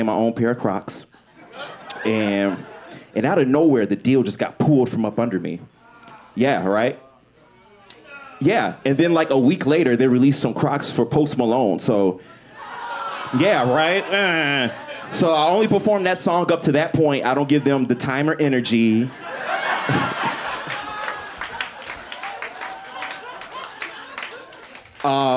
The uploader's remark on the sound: performed Live at The Green Mill for the live magazine "The Paper Machete"